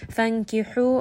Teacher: حَا is going to be from the middle of the throat. So make sure you do have a little bit of that air, that little bit of constriction.